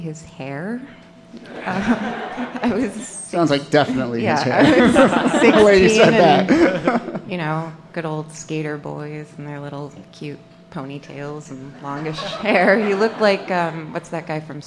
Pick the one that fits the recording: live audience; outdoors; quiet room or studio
live audience